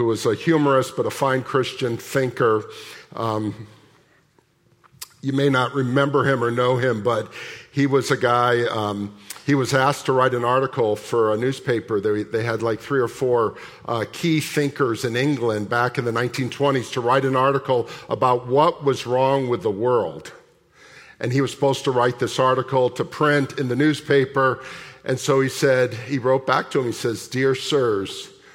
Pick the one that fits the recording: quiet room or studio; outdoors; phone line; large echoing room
large echoing room